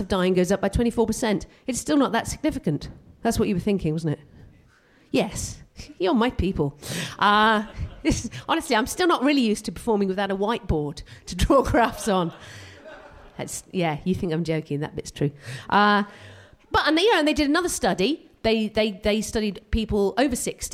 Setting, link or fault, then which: setting, live audience